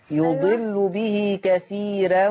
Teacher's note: هنا الراء مرققة لأنها مفتوحة ومسبوقة بياء مادية